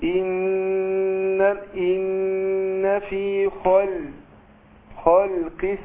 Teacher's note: الهمزة المكسورة المبدوء بها بننطقها بقول اي مش ايه